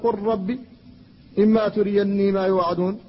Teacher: قل ربي هذا بين المتجانسين، فاللام والراء، اللام ساكنة والراء محركة، وهما متجانسان فحصل الادغام